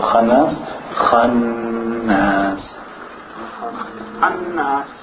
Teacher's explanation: The shadda on the noon means we make the nasalization.